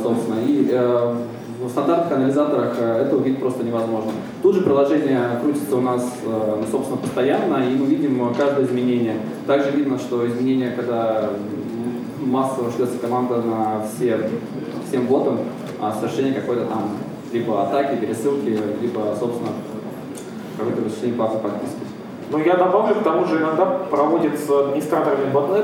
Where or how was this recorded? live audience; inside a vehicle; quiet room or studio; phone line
live audience